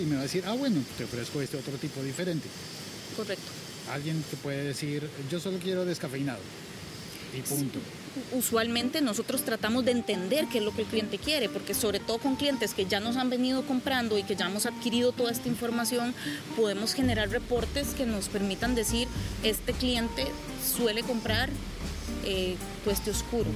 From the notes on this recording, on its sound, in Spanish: Un episodio podcast grabado en una playa mexicana